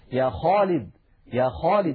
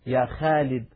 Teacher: العرب كانت إذا نطقت حرف الخاء فخمته · Shown in: first take · لأنه هذه الصفة الثالثة التي فيه حرف مستعل، يعني من حروف الاستعلاء السبعة، من خص ضغط قض، فهو حرف عند نطقه يتجه ضغطه إلى قبة الحنك، إلى سقف الحلق.